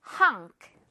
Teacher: 호 발음 아니고 허 발음입니다. 입 크게 벌려주세요